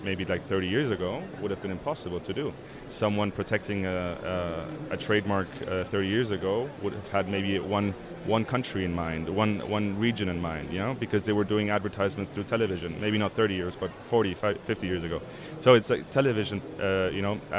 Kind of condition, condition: setting, busy venue